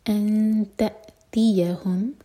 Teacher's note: یہاں ہم تا کے لیے اخفا کریں گے دو سیکنڈس کا ٹائم دیں گے